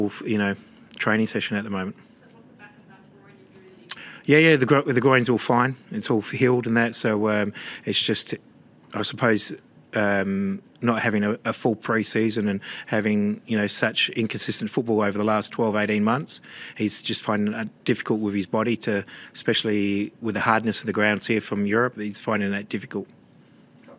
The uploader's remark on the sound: Post-match Press Conference